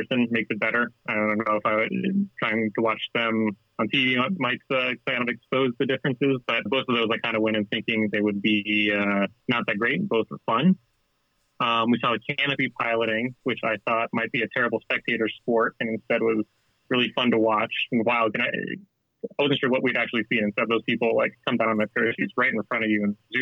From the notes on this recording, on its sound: Listener Call-In. We open the phone lines to hear from our listeners.